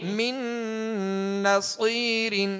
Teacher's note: تو یا نون ساکن کے بعد دوسری نون ہے، اور دوسری نون جو ہے یرملون، عرف یرملون میں سے، لہذا یہاں پہ غنہ کریں گے اور ادغام کے ساتھ